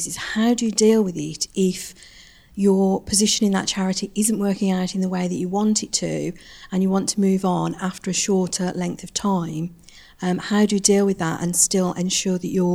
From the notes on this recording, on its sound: Recording of our first careers event.